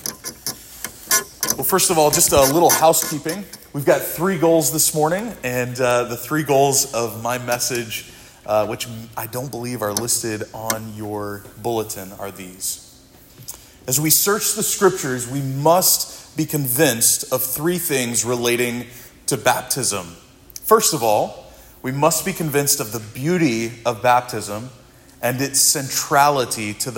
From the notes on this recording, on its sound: This sermon was preached at Providence Church